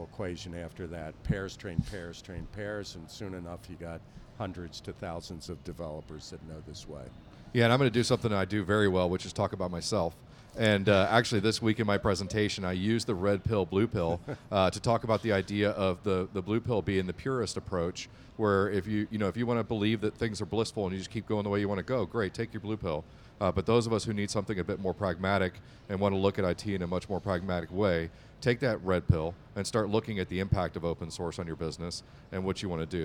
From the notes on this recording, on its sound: Live from EMC World 2016!